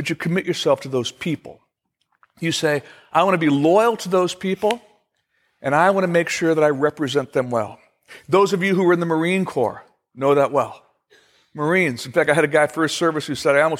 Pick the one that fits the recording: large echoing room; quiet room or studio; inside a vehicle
large echoing room